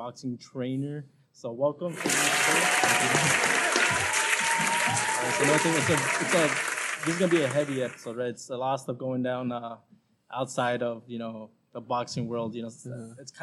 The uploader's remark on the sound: LIVE from Jackrabbit Boxing gym in Long Beach, CA